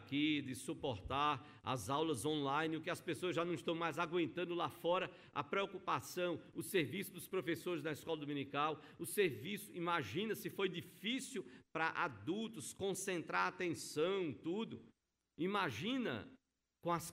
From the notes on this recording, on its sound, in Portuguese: No culto presencial e transmitido ao vivo no domingo (29/08/2021) à noite (18h), com público limitado a 70% conforme decreto do governo do estado de PE devido à Pandemia da COVID-19.